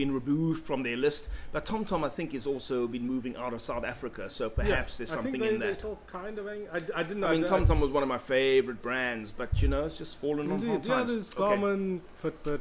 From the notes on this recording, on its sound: Recorded at Dunkin’ Donuts Canal Walk.